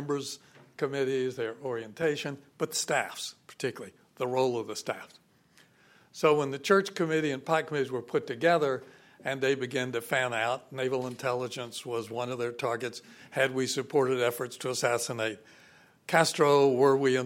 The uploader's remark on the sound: Audio from "The National Security Agency at the Crossroads," a public conference held by the Robert Strauss Center for International Security and Law and the William Clements Center for National Security at the University of Texas at Austin.